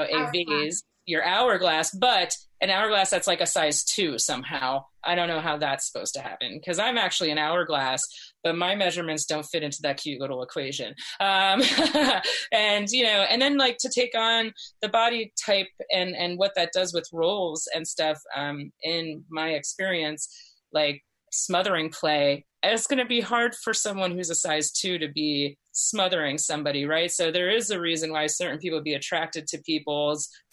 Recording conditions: video call